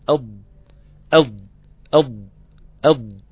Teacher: حرف الضاد في منطقة اتكاء في منطقة تلامس. قلنا حافة اللسان من الداخل لما تبقى متكئة على الأضراس داخلية، على المنطقة الداخلية للأضراس، بتبقى ملامسة كده من عند الطرف الأمامي، بيبقى ملامس الثنايا.